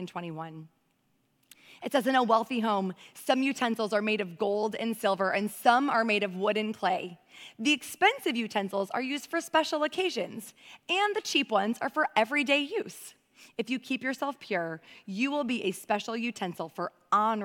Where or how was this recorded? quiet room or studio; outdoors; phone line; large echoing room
large echoing room